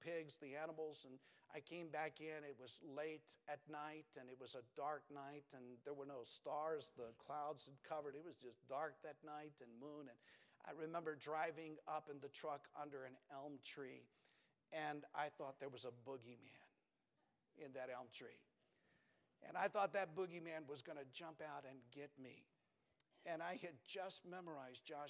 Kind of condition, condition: setting, large echoing room